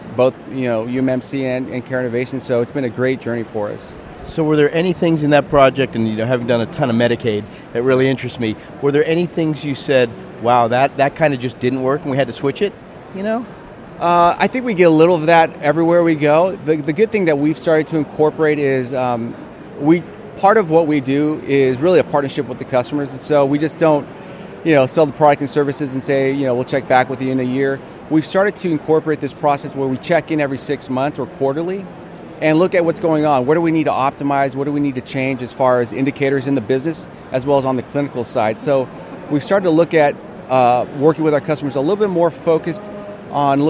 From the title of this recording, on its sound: LIVE from #HiMSS17